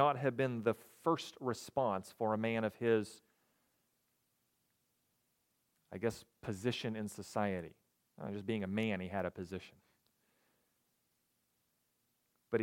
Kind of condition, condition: setting, large echoing room